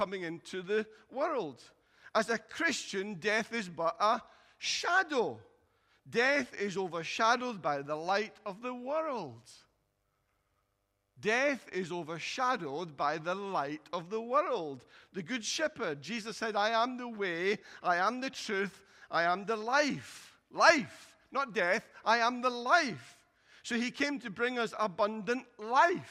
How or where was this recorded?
large echoing room